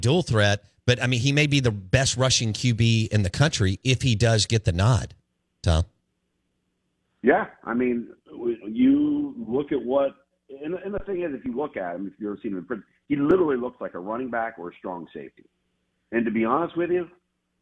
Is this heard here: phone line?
yes